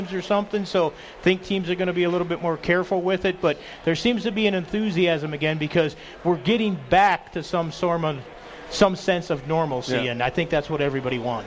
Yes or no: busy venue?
yes